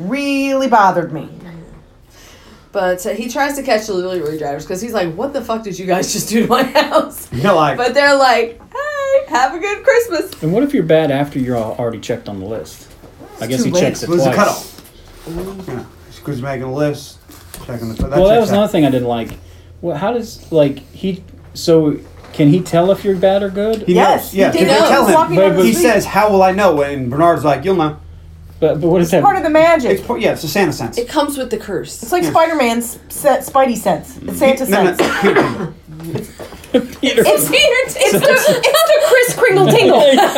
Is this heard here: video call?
no